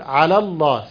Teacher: سمعنا صوت اللام الموجودة في كلمة على مباشرة بعدها اللام المشددة في لفظ الجلالة